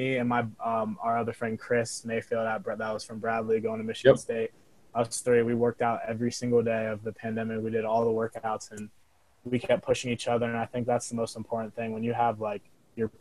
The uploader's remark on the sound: we had some sound issues throughout the call